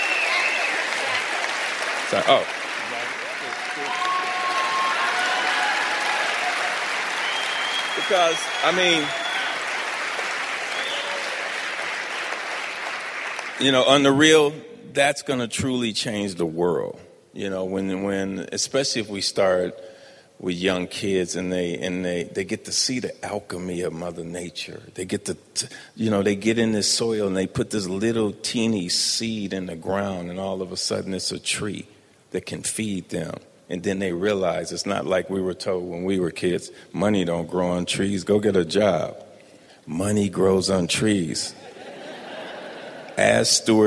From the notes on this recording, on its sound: gives final remarks at the 2017 Good Food Awards